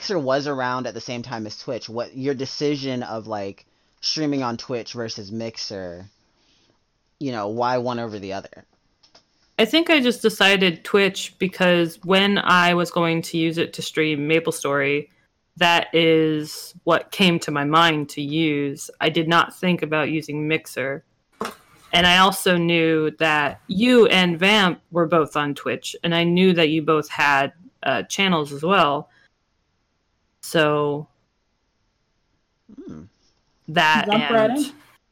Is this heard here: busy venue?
no